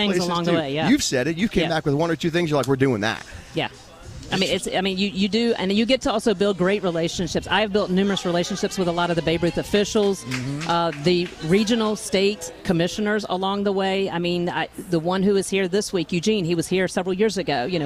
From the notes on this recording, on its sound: live on remote at RF&P Park in Glen Allen for the Babe Ruth 13 Year Old World Series